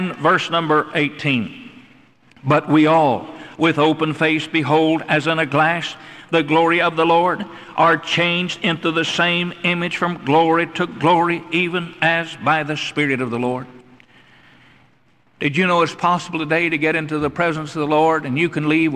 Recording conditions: large echoing room